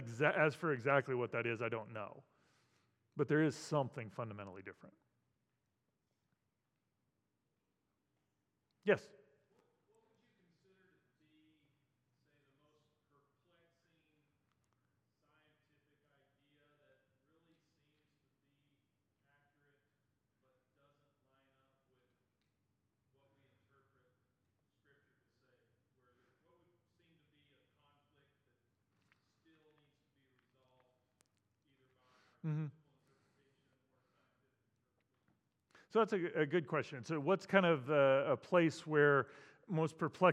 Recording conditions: large echoing room